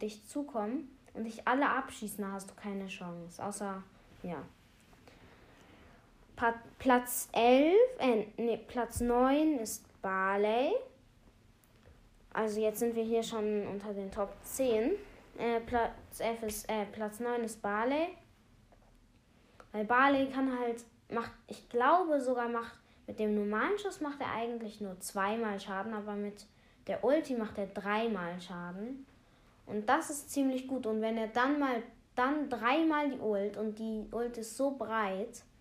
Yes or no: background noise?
yes